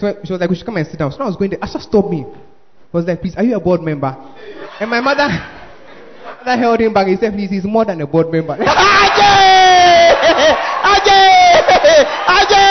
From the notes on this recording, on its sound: Preached At The 100s and 200s Camp